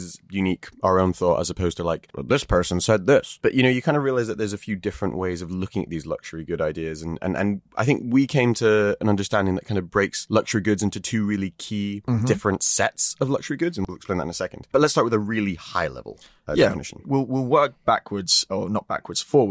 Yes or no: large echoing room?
no